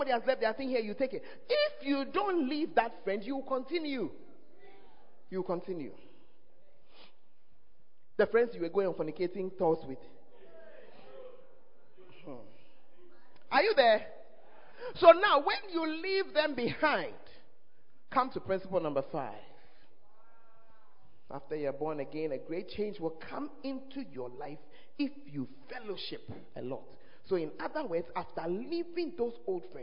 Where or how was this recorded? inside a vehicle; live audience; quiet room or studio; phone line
live audience